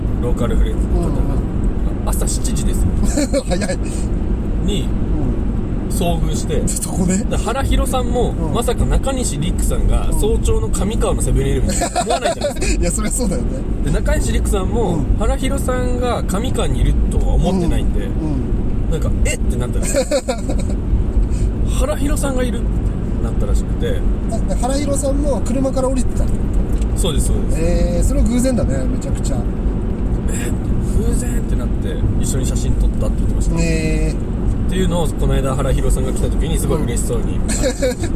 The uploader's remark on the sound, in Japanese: ３周年記念北見オフラインに向かうドライブ収録！